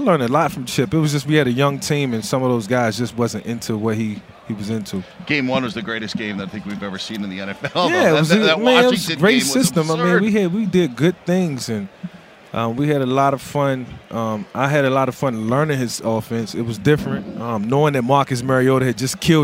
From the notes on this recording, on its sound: live on Radio Row at Mandalay Bay in Las Vegas ahead of the Super Bowl